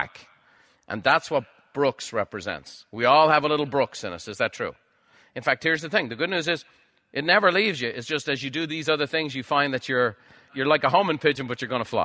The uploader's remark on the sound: A live recording from a recent Buffini & Company event.